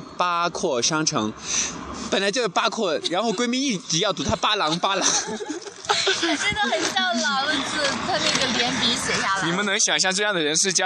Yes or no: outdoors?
yes